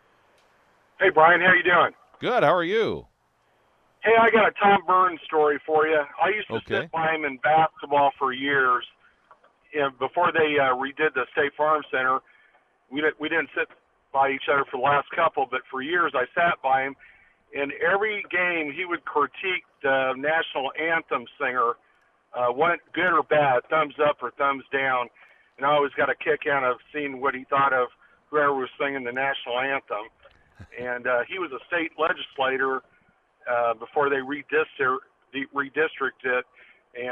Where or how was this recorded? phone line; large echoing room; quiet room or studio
phone line